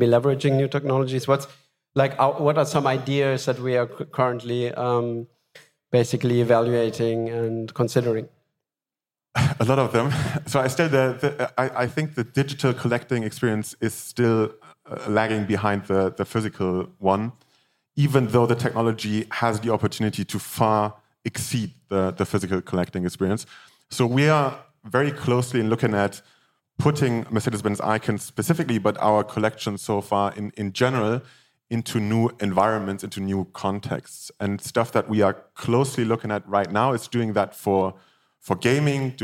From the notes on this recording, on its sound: The "Decoding Digital Collectability" panel at Gateway Miami.